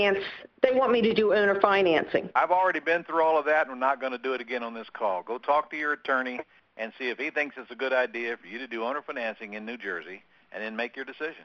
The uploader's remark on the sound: 11-10-2014 Q&A Call